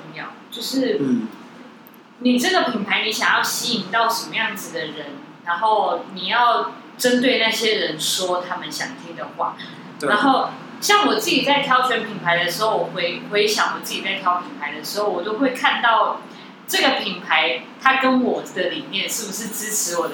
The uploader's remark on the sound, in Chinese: 錄音地點｜ 藍色咖啡館 108台北市萬華區大理街131號。